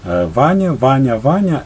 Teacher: Первый слог ударный – это хорей.